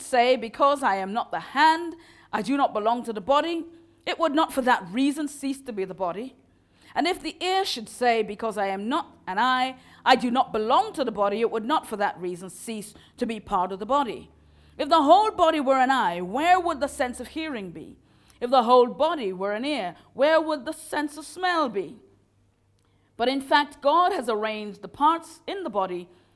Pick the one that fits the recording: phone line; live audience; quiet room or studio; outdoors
live audience